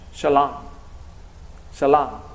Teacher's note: But notice his title, King of Salem. Now in the Hebrew, Salem would be pronounced, the S would be pronounced with the SH sound